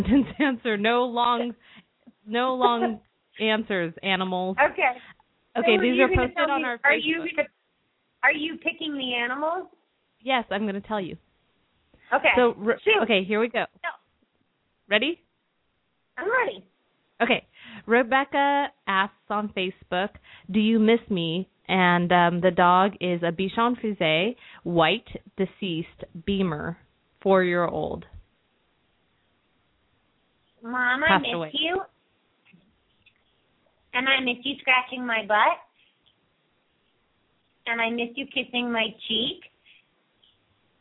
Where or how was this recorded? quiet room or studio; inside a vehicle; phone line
phone line